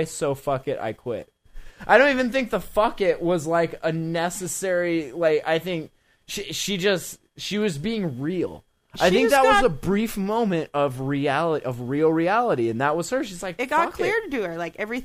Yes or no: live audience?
no